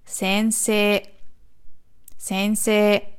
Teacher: Das I, das hinten dran ist, nach dem Se, verlängert nur das E. Es wird nicht extra als I ausgesprochen.